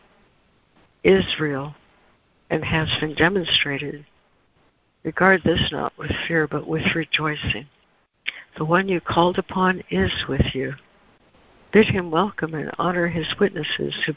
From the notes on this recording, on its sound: ACIM Daily Conference Call